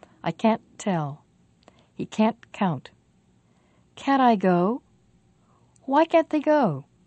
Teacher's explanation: Now listen to the negative, can't. The not part is difficult to hear, but the vowel a is very clear.